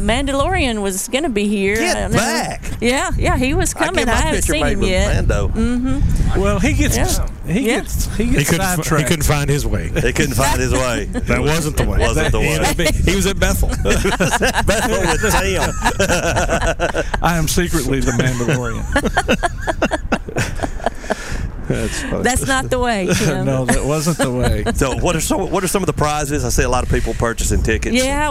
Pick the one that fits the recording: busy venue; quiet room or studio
busy venue